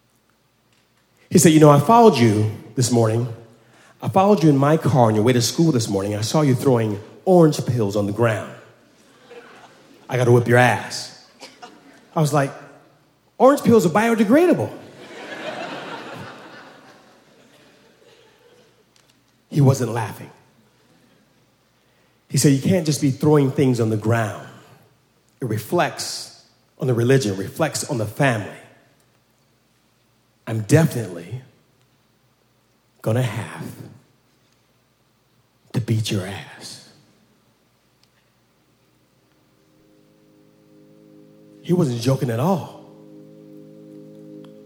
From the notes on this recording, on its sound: At Snap LIVE! in Brooklyn. At the Brooklyn Academy of Music.